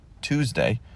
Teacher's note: Alveolar stop sound, T, not palatal fricative, Ch, Tuesday. But I'm going to release it Thursday out of respect.